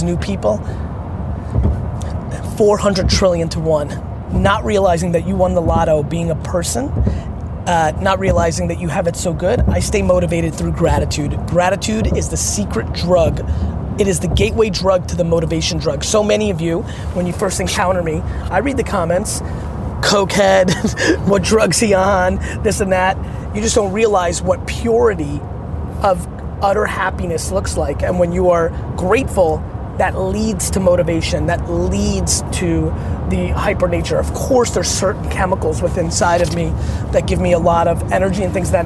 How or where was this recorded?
inside a vehicle